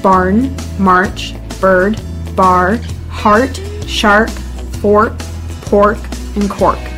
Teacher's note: One of the main characteristics of the accent is the R sound. This is often heavily pronounced, much more so than British English.